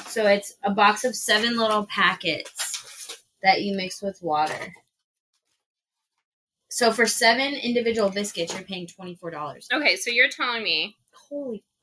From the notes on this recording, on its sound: Record together in the same room for the first time. Just a head's up there is a lot of crinkling/opening packaging noises.